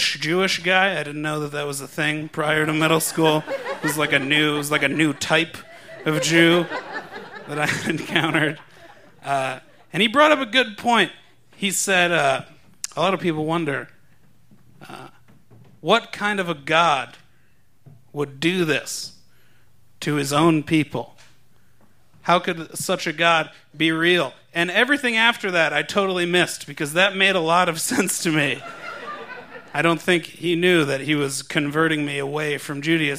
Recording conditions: live audience